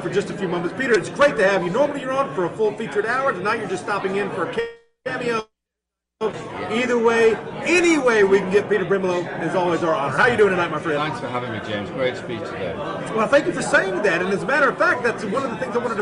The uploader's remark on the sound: TPC broadcasts live from the American Renaissance conference. We did not realize until after the broadcast at AmRen that the background noise from the crowd drowned down the audio for many of our guests, making it more difficult to hear.